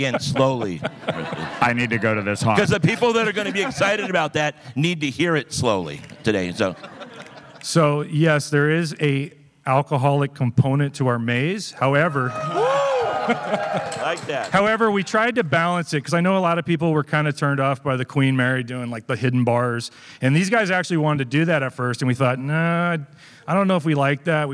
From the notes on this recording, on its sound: This presentation was recorded live during Midsummer Scream.